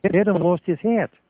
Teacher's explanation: But that Chicago flat A is still all over the place. You can tell a native Chicagoan instantly by his doing that with that vowel. · Now, the flat Chicago A persists.